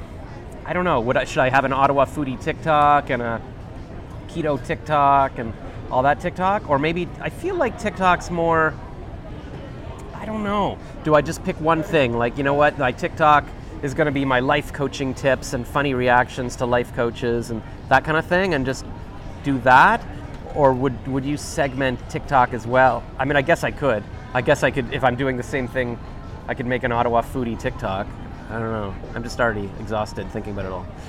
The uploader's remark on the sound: We were sitting outside in Ottawa's ByWard Market, as we talked, a huge storm started - It was called "May 2022 Canadian derecho" and did a lot of damage.